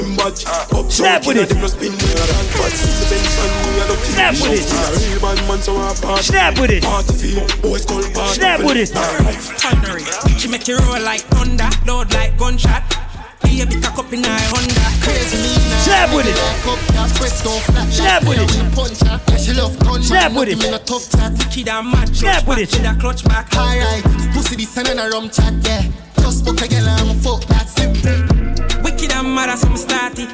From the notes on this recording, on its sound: Live audio recording of my set at Island Saturdays on Nov 26th.